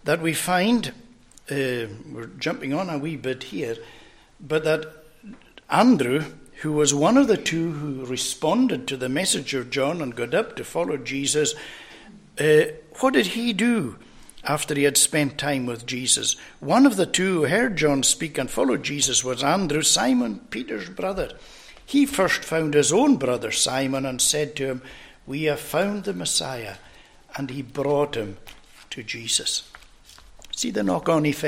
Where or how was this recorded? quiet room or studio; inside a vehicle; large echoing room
large echoing room